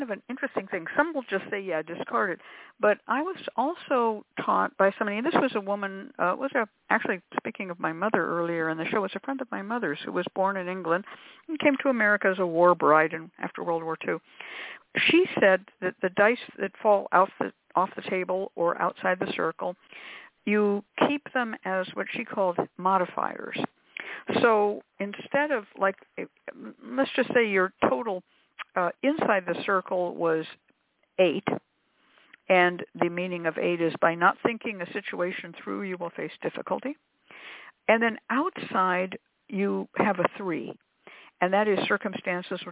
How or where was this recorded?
phone line